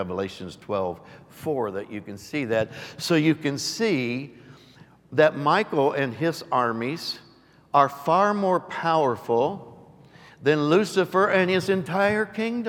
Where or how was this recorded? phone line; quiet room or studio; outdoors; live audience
live audience